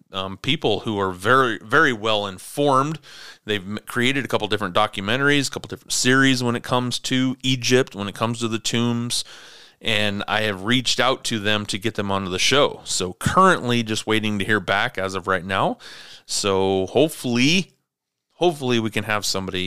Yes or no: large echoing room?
no